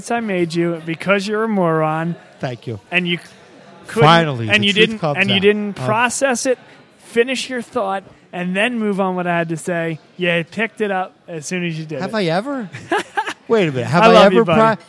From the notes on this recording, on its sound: Live from Villa Capri Pizza in Doylestown, PA.